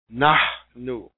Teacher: A little air coming out with that H. Nahnu. N-A-H hyphen N-U for transliteration assistance there.